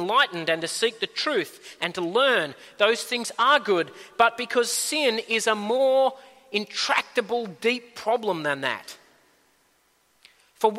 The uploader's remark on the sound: At a Church in the Graveyard service